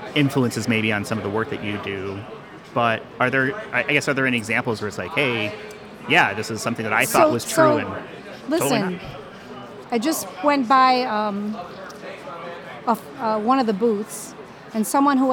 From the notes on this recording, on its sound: Recorded live at the Identiverse 2023 conference.